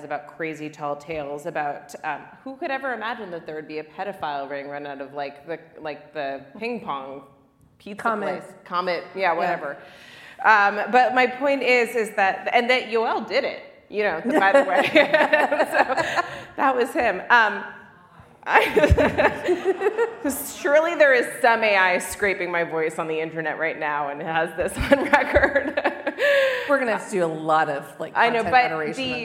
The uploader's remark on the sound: At the Knight Foundation's INFORMED conference in Miami, Florida, In Lieu of Fun made a brief comeback for a live event. The audience participated. Scotch was consumed.